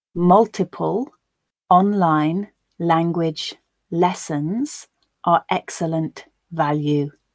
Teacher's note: a word final L sound, which would be dark if followed by silence or by a consonant sound, becomes clear because it's followed by a vowel sound